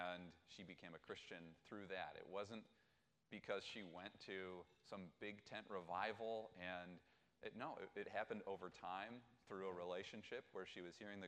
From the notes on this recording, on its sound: This week's podcast is a recording of the chapel talk. Ripon Christian High School.